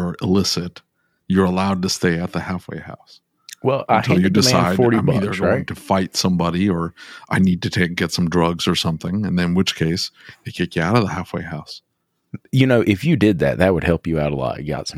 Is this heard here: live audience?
no